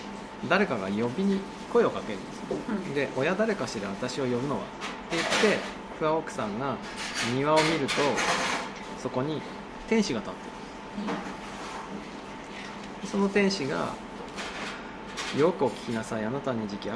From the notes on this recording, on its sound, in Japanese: 東京都杉並区東高円寺にあるカフェバードバスさんでの収録です。